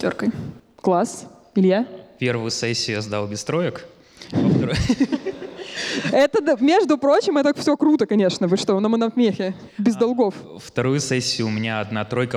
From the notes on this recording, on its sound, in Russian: Мы записали этот сезон в рамках встречи с абитуриентами 24 июля. Из-за пандемии всех-всех позвать мы не могли, но записали разговор для тех, кто не попал.